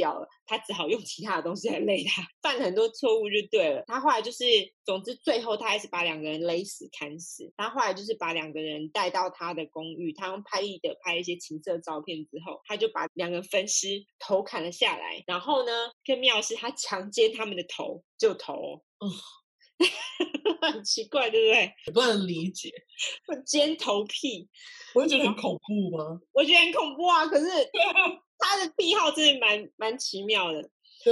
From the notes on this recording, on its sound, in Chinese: 初期音質不佳，敬請見諒